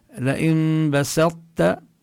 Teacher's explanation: في مواضع كذلك يعني يحتاج حتى يخرج الكلمات، مثلا لئن بسطت، هنا الطاء لا نلفظها بوضوح، لا تكون مقلقلة، لأنه ليس حكمها الإظهار، وكذلك ليس حكمها الإدغام الكامل، يعني لا نقول، لا نقرأ لئن بسطت ولا نقرأ لئن بسطت، إنما تبقى صفة الإطباق التي للطاء قبل التاء، لئن بسطت بدون قلقلة